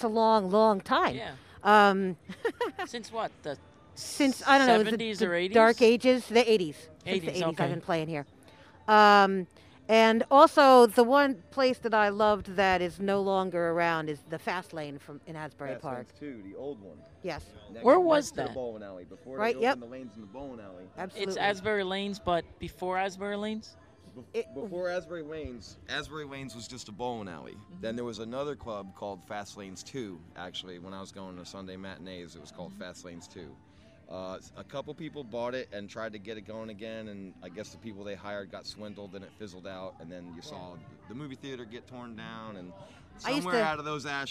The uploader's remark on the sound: We attended an outdoor show at the Brighton Bar in Long Branch, NJ. Afterwards, we had a chat with them.